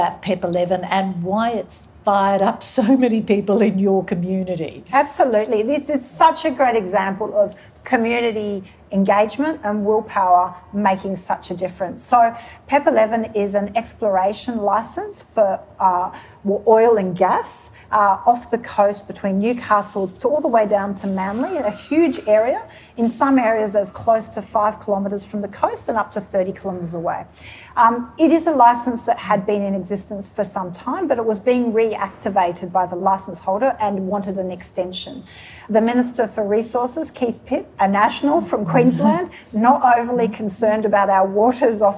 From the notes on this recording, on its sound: Recorded live in conversation.